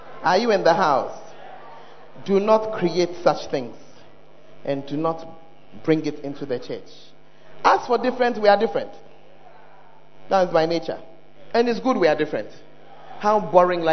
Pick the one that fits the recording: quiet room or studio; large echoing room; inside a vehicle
large echoing room